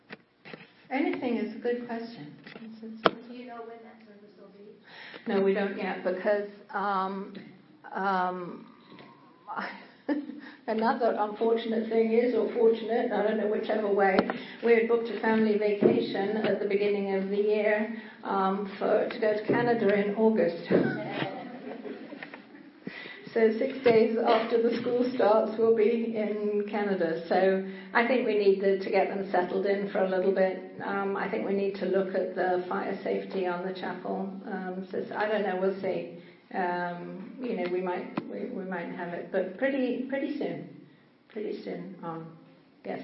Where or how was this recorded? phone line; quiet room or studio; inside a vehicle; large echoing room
large echoing room